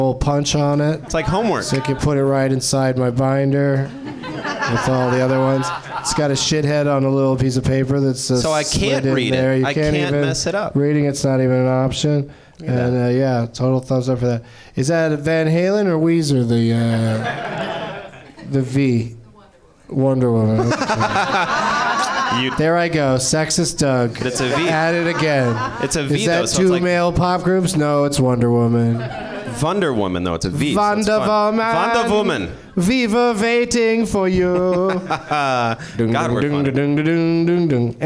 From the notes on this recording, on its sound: Live from the NerdMelt Showroom in Los Angees